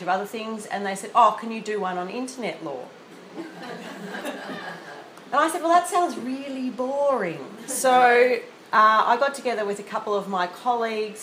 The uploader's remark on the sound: This is a recording of a presentation at the 2016 Australasian Law Teachers Association Conference in Wellington, New Zealand.